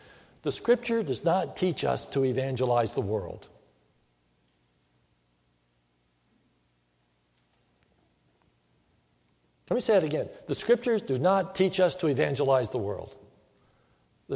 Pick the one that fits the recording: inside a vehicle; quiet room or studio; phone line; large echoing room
large echoing room